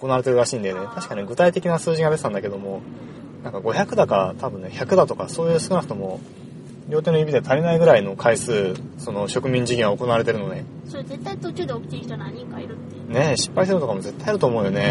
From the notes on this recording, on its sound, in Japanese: 映画「パッセンジャー」を観に行った帰り道での収録です。